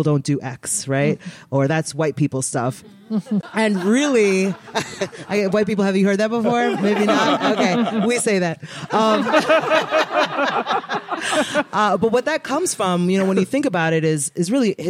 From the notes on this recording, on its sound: Recorded in front of an audience at GU Energy headquarters.